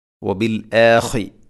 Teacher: ഖാഇൻ്റെ മഖ്റജ് തൊണ്ടയുടെ മുകൾ ഭാഗമാണ്